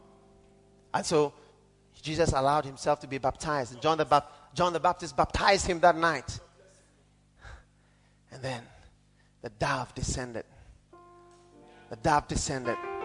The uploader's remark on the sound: Preached at the Korle Gonno Cathedral in 2001.